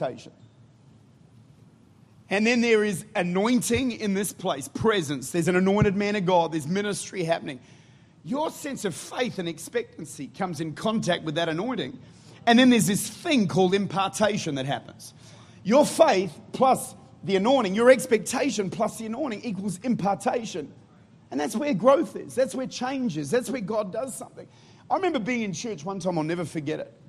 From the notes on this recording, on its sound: Recorded at Life Church, St. Louis, Missouri.